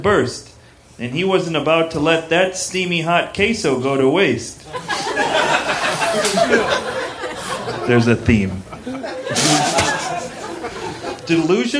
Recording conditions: busy venue